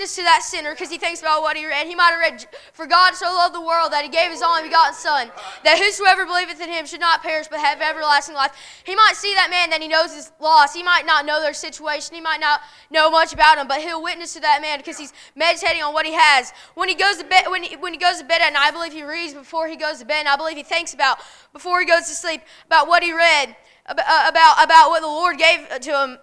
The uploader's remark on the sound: A message preached at Crossroads Baptist Church